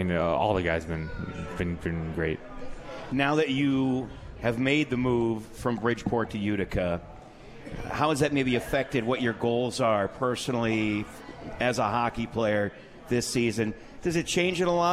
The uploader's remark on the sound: At The 72 Tavern & Grill and joined on the phone.